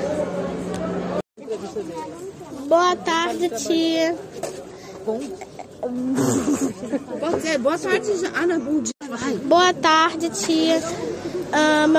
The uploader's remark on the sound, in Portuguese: Entrevistas realizadas no festival led 2023